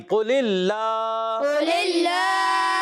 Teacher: اب یہاں اللہ کے نام سے پہلے زیر آئی، اس وجہ سے یہ باریک ہو جائے گا